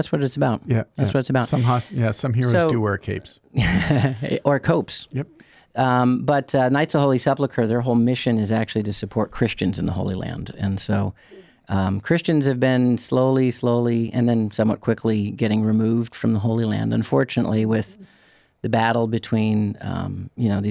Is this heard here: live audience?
no